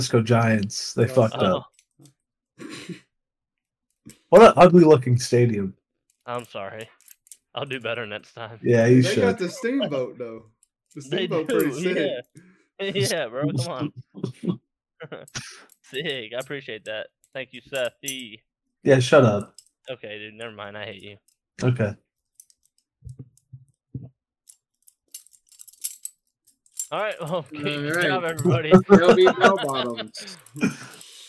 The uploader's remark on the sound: Recorded very late and uploaded even later. Watch this on YT because just listening to the audio is probably horrible.